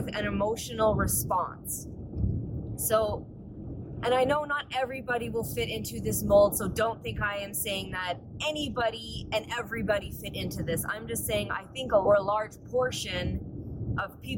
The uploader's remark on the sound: I apologize the audio isn't great.